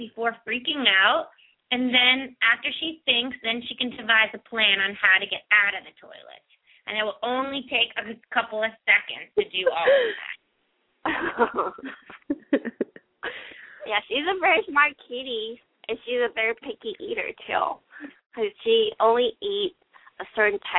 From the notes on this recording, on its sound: open up the lines for listeners to call